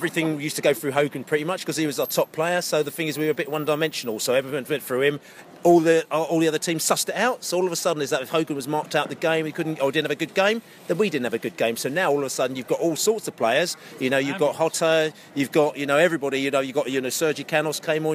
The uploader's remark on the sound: post-match podcast from the pub